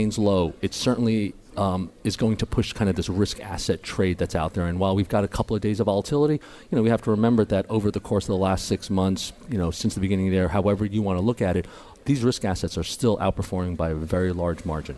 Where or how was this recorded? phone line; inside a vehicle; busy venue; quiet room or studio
busy venue